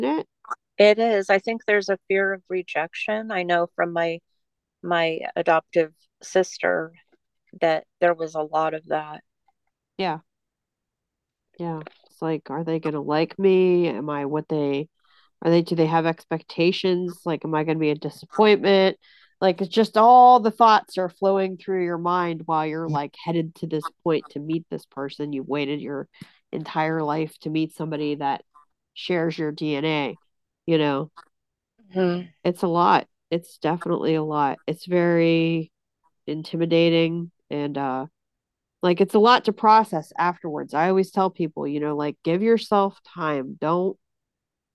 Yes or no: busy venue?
no